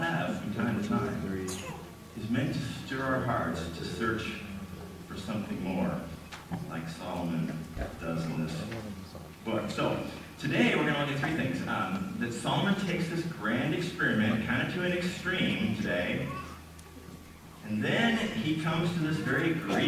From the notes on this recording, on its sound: We apologize for the quality of audio as we were having technical difficulties this Sunday.